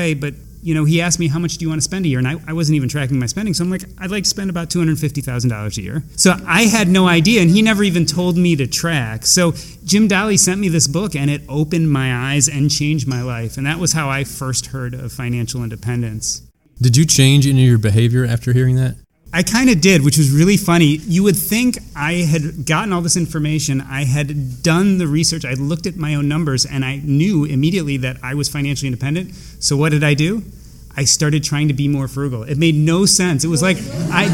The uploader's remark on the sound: Attended CampFi Midwest and recorded in front of a live audience and asked 4 attendees why they attended CampFi.